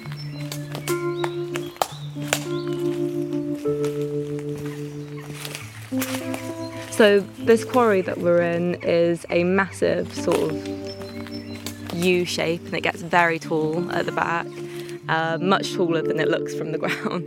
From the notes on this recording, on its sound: We’re heading into the great outdoors. The land where they run their glamping holidays in Cornwall and get interrupted by a nosy chicken.